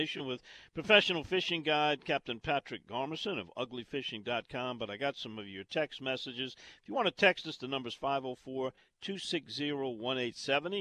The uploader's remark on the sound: on location at Scott's Marine in Alberta, Alabama.